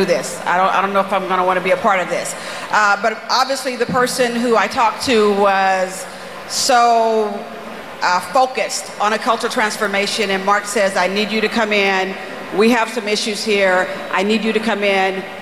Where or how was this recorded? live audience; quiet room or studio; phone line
live audience